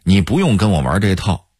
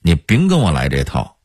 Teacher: 再比如不这个字儿，昌平话的发音是丙的二声阳平 · Shown in: second take